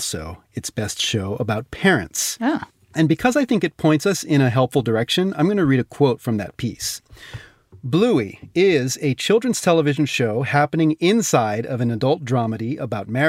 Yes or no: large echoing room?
no